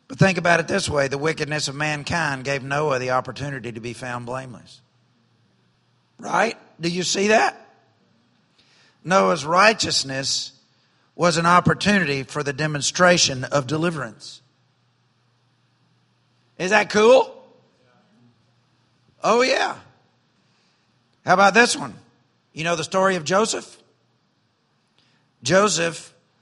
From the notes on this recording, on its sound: during evening service at Celebration Life Family Church.